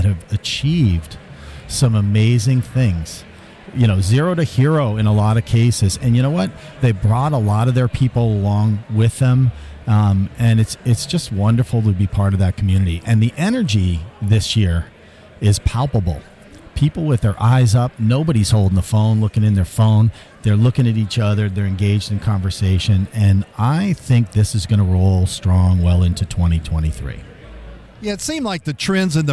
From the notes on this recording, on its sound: Live from Expo Expo 2022. From Downtown Louisville from IAEE Expo Expo.